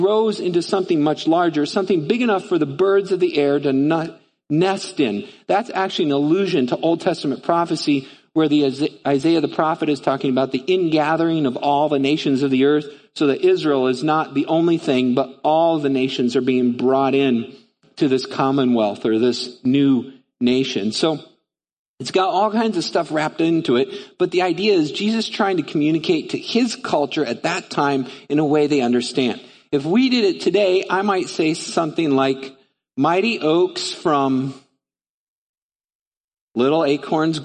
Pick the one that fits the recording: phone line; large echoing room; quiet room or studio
large echoing room